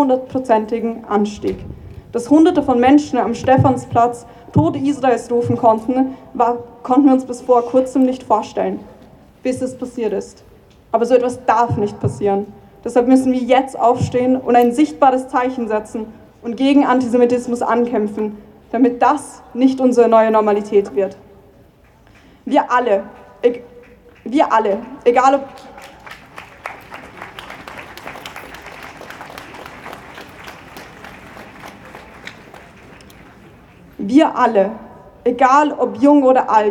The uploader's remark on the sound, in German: Unbearbeitete Aufnahme der Abschlusskundgebung der Gedenkversammlung.